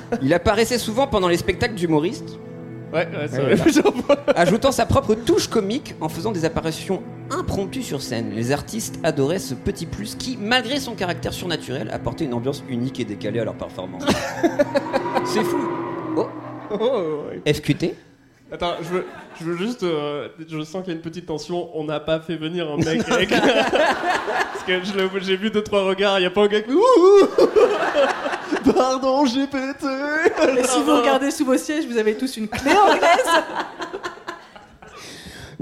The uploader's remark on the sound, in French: en public